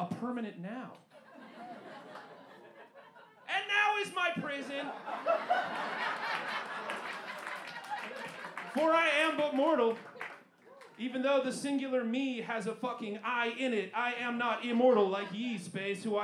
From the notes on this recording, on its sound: Recorded LIVE at the Historic Green Mill Cocktail Lounge 03/11/23